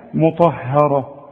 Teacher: الراء مفخمة والطاء كمان مفخمة